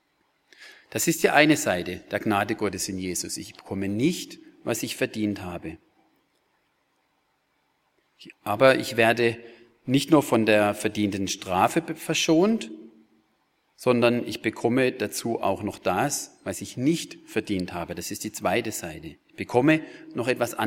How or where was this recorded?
large echoing room